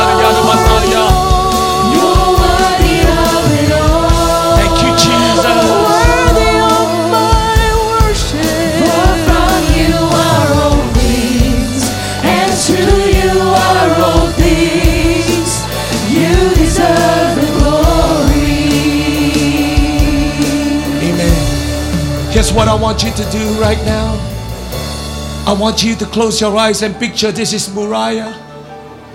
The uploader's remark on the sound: Preached at Deep Calleth Deep Conference 2023, 7 December Evening Service.